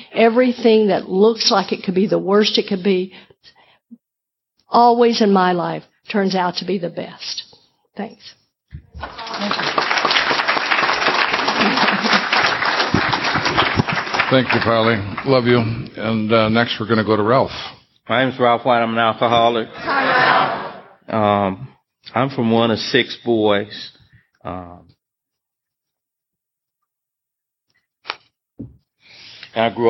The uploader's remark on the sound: In this recording from the 2010 AA Woodstock of the South